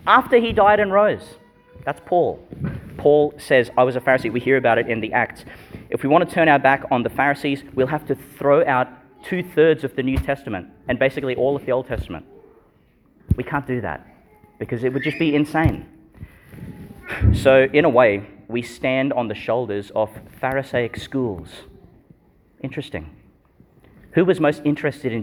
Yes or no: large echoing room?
yes